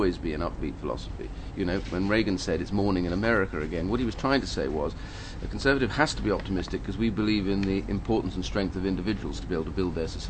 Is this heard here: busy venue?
yes